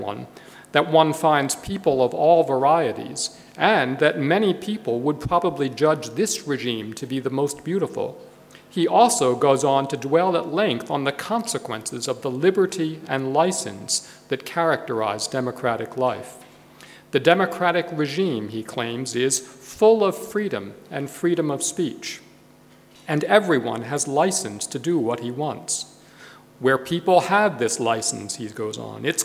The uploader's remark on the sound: A Sydney Ideas event on 25 March 2014